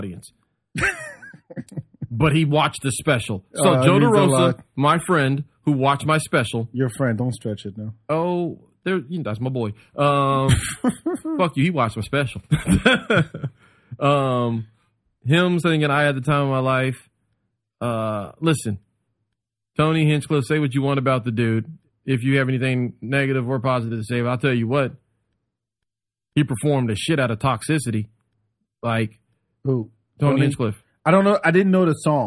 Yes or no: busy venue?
no